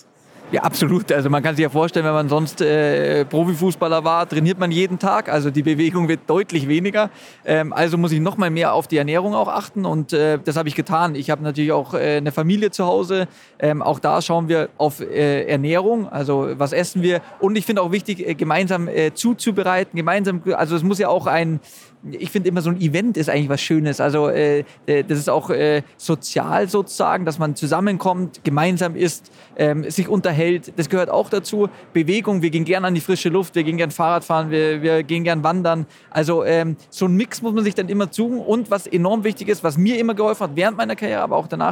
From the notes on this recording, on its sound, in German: Diese Folge wurde live auf der expopharm 2022 aufgezeichnet, der größten pharmazeutischen Fachmesse in Europa.